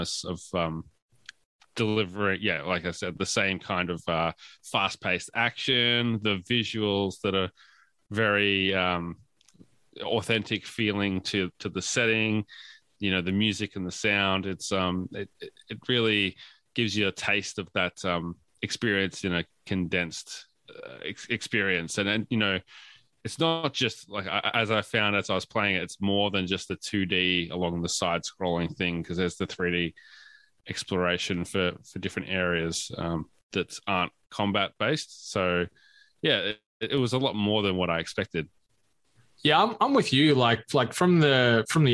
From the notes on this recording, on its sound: Deciding to unsheathe their Audio-Technica microphones. We did encounter some technical issues during our recording, and as such, had to pivot to our backup track recorded via Zoom. This track is lower in quality than what we usually release so we apologize for the inconsistences in the final episode.